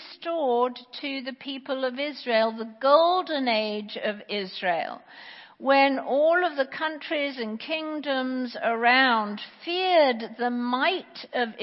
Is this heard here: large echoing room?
yes